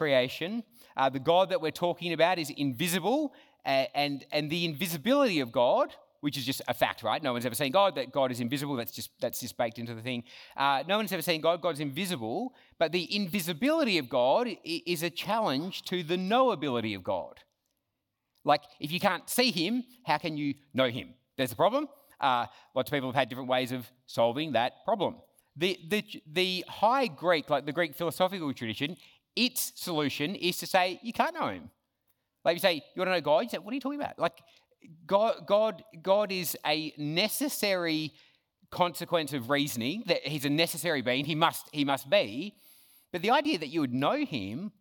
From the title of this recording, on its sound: Talk 1 from Reach Australia National Conference 2023